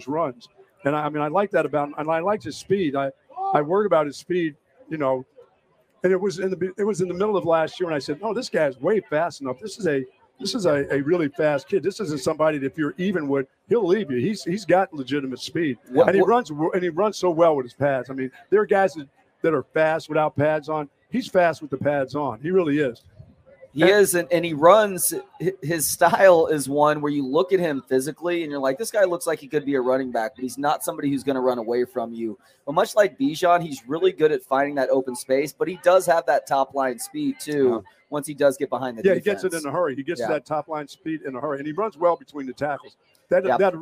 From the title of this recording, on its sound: Pregame Show LIVE from the State Fair of Texas